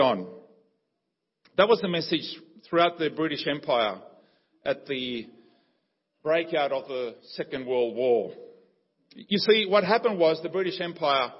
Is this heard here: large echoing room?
yes